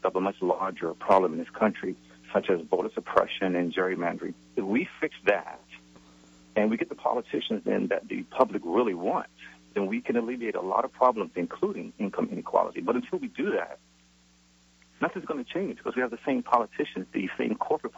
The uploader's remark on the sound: joined by callers